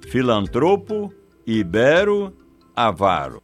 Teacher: Todas essas palavras são paroxítonas e assim devem ser pronunciadas filantropo, ibero, avaro.